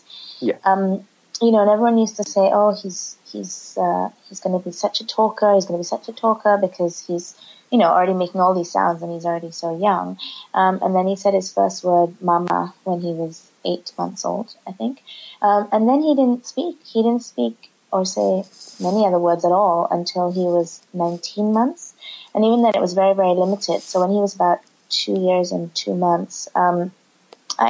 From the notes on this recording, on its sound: Episode 3 sees our first experiment of recording over Skype (not without it's challenges...)